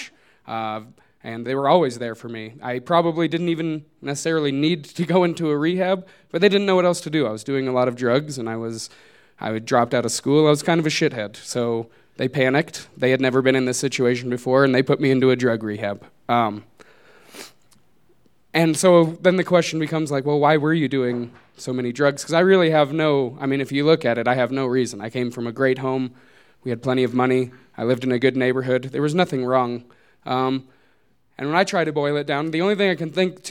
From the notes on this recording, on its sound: These stories were recorded live at Buntport Theater on February 18, 2015.